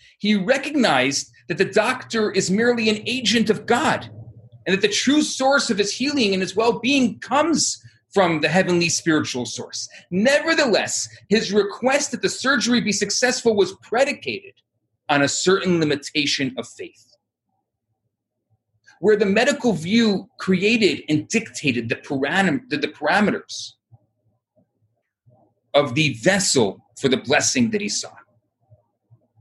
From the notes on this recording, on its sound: Recorded Live on Zoom